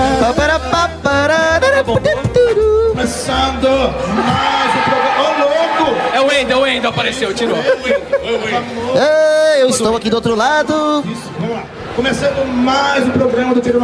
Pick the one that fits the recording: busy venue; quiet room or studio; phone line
busy venue